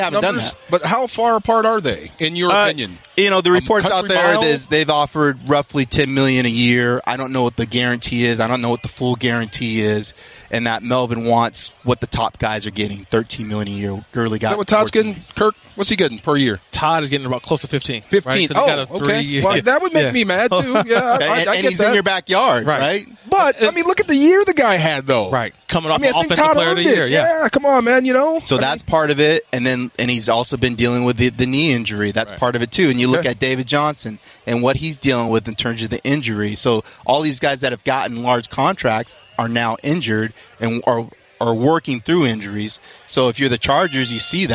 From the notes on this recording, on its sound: Live from Rams training camp in Irvine.